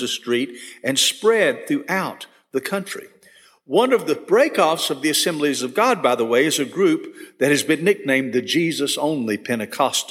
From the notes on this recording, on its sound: This session was recorded at First Baptist Church Hendersonville, NC on August 10, 2022.